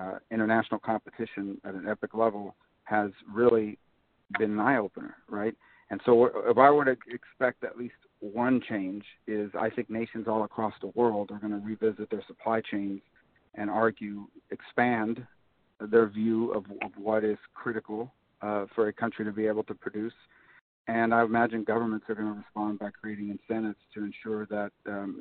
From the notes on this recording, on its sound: recorded as a phone call on March 30, 2020.